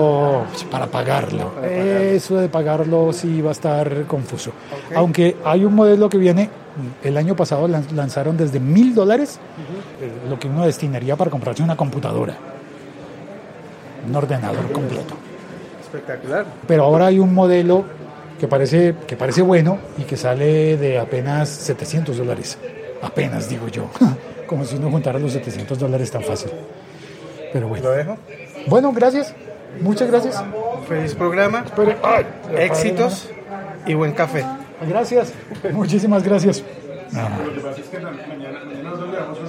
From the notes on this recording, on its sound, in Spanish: mientras tomamos un café y saludamos a los compañeros de trabajo